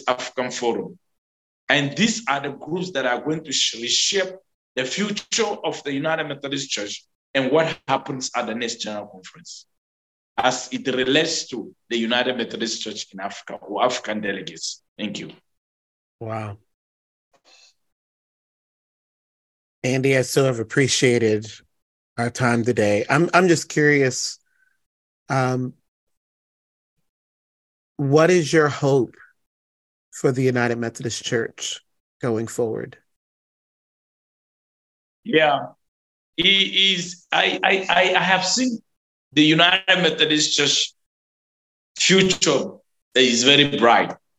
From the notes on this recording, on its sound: This episode is a little shorter as we had issues with the connection and sound quality due to technical difficulties.